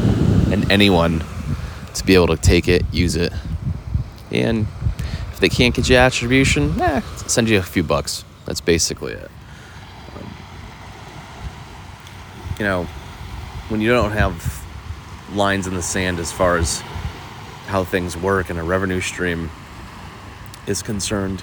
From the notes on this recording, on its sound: This week I was testing the ability to podcast in an oceanic environment - with sound issues to boot! Didn't want to spend a ton of time editing this week, so modify your sound to adjust for the highs and lows this week!